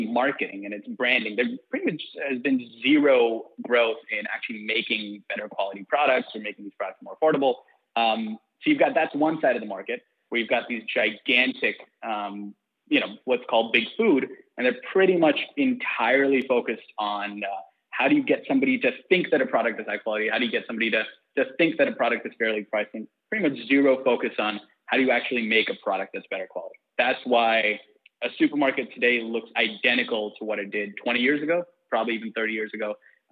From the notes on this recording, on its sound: Got back into the lab to record 2 incredible interviews and had a Skype call to catch up on our summers. We try not to do many phone interviews because of the sound quality and overall feel but this is a must-listen.